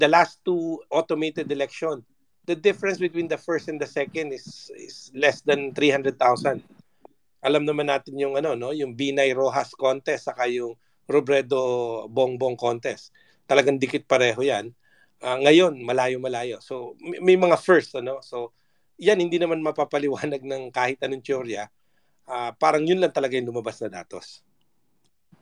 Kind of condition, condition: link, video call